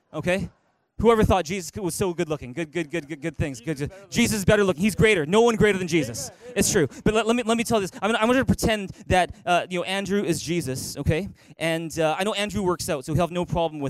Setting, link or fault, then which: setting, large echoing room